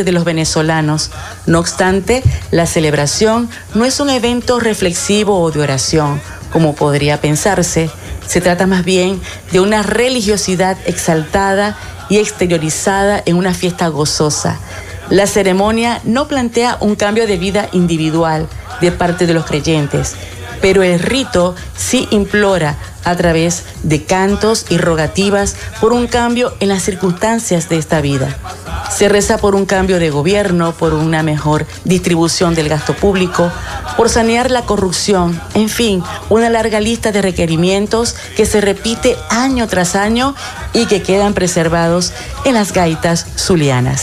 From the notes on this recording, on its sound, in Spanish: en vivo y directo desde el hotel Tubisay del lago en el marco de la ExpoZulia 2022